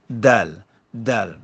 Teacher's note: Hujung lidah pergi ke pangkal gigi atas.